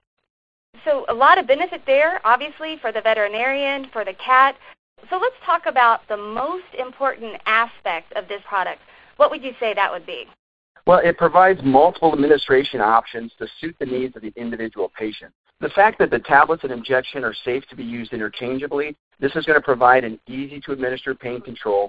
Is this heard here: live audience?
no